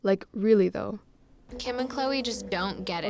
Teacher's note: Her use of the quotative like, vocal fry, uptalk or rising intonation, and other stylings are pulling from a kind of valley girl speak made popular by films like Clueless.